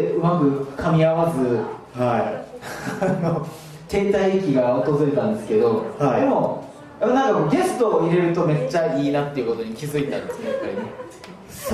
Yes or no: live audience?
yes